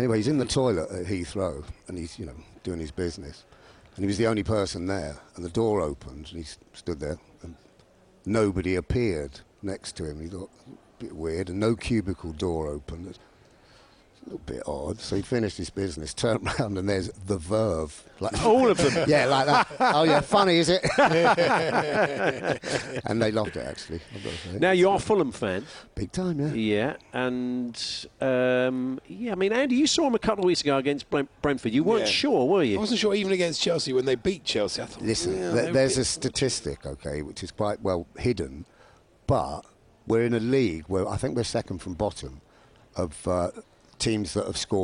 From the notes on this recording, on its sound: live from Cheltenham Festival for day 3 at the races!